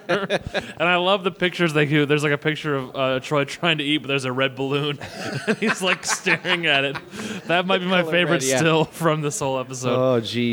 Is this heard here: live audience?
yes